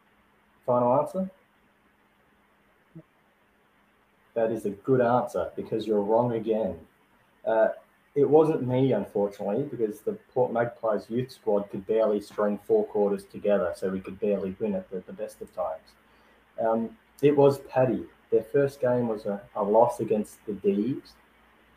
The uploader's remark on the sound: Audio issues again trying to fix it